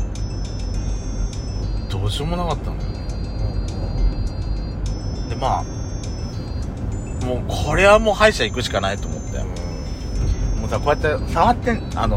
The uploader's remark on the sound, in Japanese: ドライブ収録。ロードノイズごめんね。